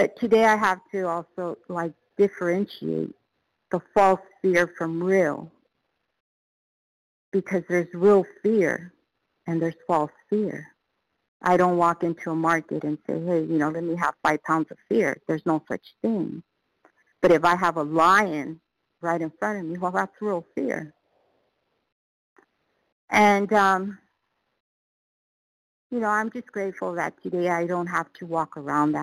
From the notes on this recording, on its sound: qualification from the 100 Pounders Phone Meeting